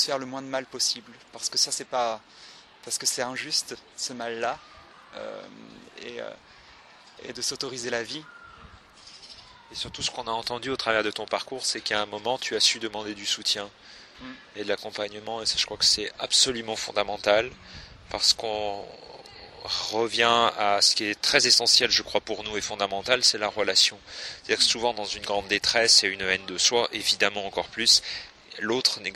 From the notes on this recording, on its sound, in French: C'est dans le jardin du Luxembourg à Paris que nous avons enregistré cette jolie rencontre